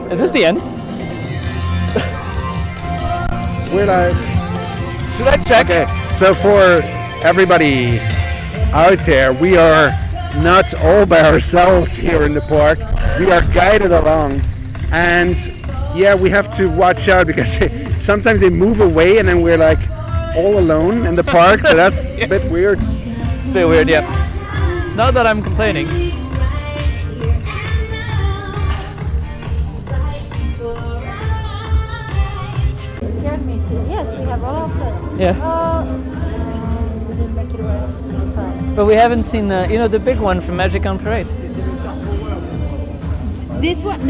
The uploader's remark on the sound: Live at the New Years Eve Parade rehearsals